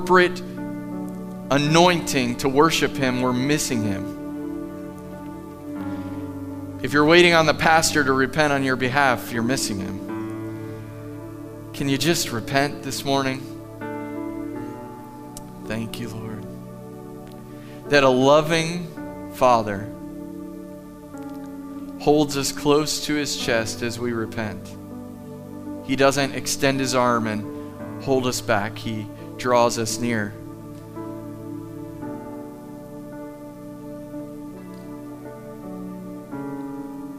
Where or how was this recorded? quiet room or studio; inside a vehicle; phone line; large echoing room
large echoing room